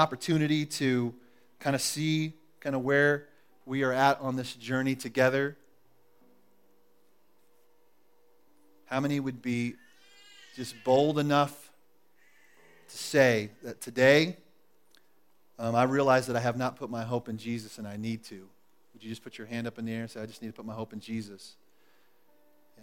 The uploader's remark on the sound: Recorded at The Calling Community Church locate in Platte City, Missouri.